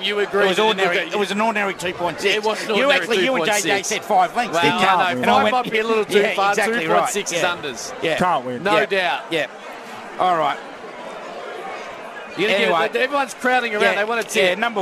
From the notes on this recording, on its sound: Live from Caulfield Race Course.